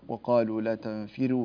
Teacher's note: الراء المضمومة التي هي مسبوقة بكسر يرققها ورش رحمه الله